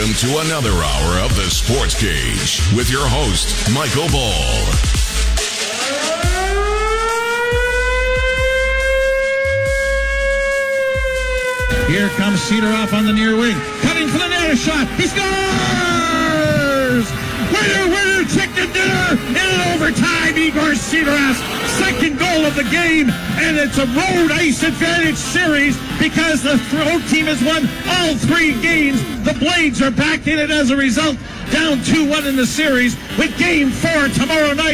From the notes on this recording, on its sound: LIVE from the Brandt Centre